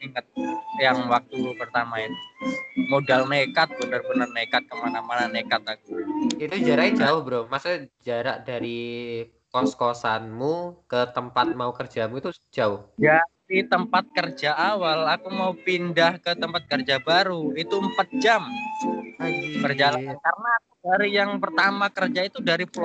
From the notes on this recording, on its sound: Live In Chinatown London